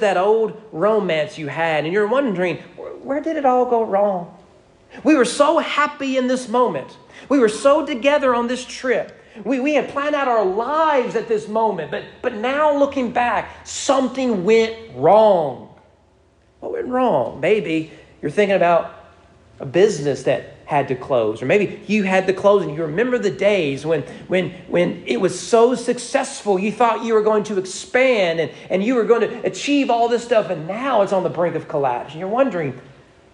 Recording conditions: large echoing room